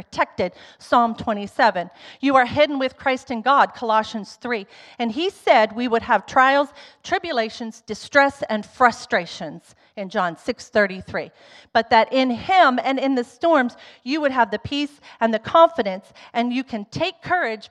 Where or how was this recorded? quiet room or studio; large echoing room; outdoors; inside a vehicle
large echoing room